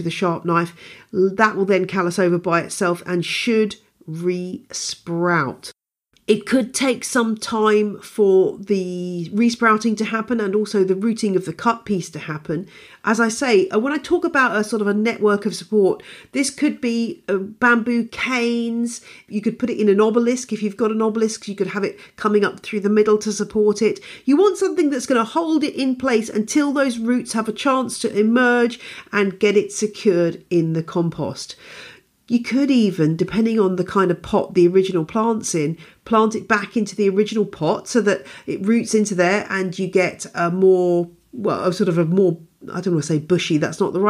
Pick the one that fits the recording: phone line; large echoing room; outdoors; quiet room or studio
quiet room or studio